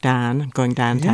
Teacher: Pittsburgh has very distinct diphthongs as well. Instead of down, it's more like Dan